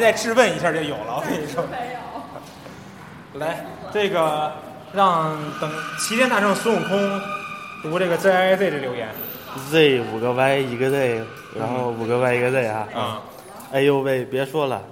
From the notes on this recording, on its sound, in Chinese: 周年聚餐的茶余饭后。本期节目音质渣渣，不时伴有汽车和女人闲聊等噪音。